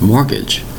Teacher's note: when I pronounce the word mortgage, there is no T pronounced. Therefore, the T in the spelling is totally silent.